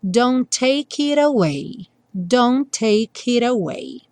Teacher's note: O take já vai juntar com it, take it, take it, e o it vai ter o T mudado para rarara para juntar com away